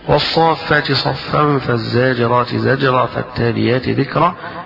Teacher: أدغم التاء في الصاد في الآية الأولى والتاء في الزاي في الآية الثانية والتاء في الذال في الآية الثالثة · Term: الإدغام